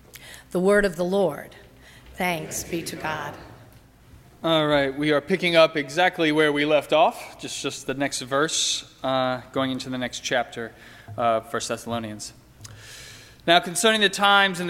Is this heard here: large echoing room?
yes